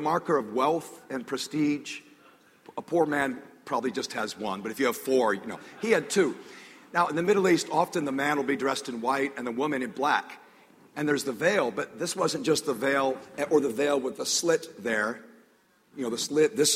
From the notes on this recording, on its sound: This sermon was recorded on June 8, 2014 a the North River Church of Christ in Atlanta, Georgia.